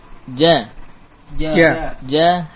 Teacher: akhrij al-jim min wasat al-lisan